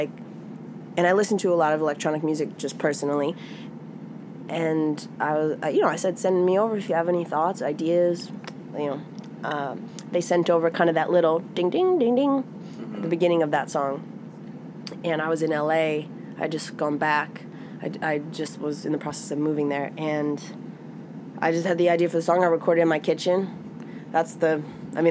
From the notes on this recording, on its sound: In an interview recorded on her tour bus outside of Lincoln Hall